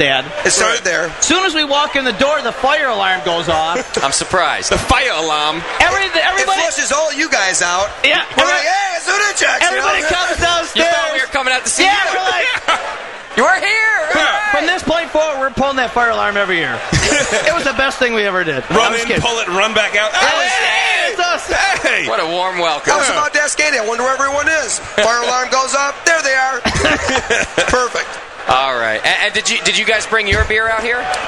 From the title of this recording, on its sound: Live From Club Night 2010